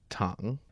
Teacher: Tang, the third tone, means sugar.